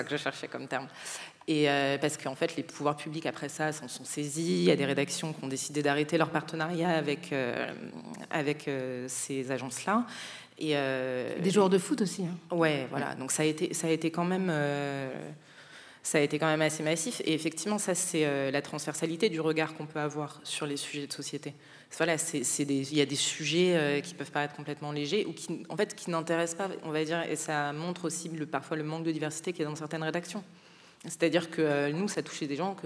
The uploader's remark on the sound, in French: Kiffe ta race propose une émission spéciale enregistrée en public au Centre Pompidou, dans le cadre du cycle “Ouvrir la marche 1983-2023, 40 ans de lutte contre le racisme”. Prise de son : régie du Centre Pompidou.